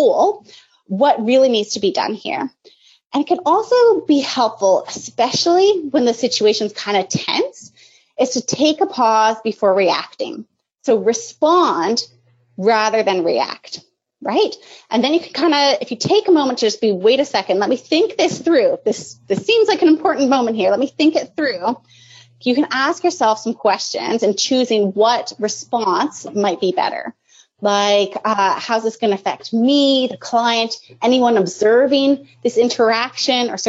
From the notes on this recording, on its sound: This is an audio only version of an HSABC webinar originally broadcast on May 20, 2020.